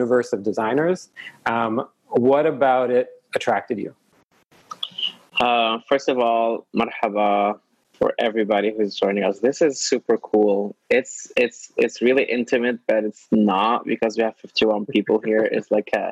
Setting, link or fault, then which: link, video call